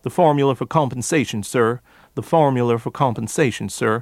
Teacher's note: the forced R's in the formula, and additional R's as at the end of that word